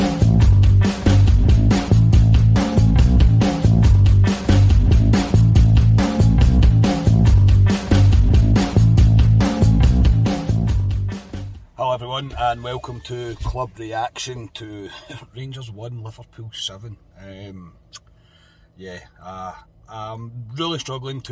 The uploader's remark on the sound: reaction from the car after leaving Ibrox.